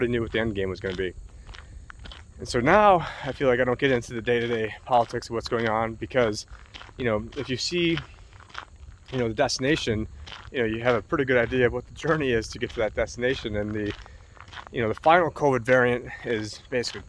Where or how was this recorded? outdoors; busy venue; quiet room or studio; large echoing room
outdoors